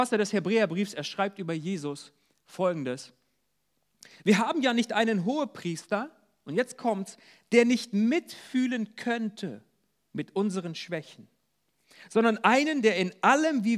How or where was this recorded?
large echoing room